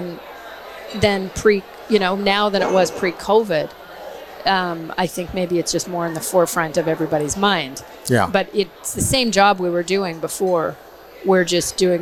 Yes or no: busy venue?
yes